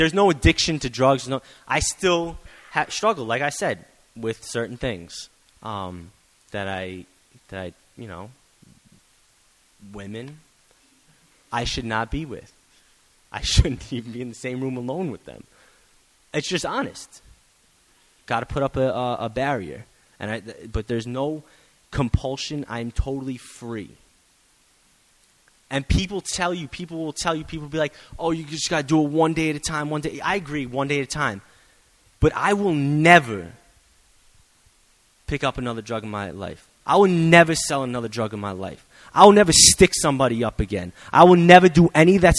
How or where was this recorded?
large echoing room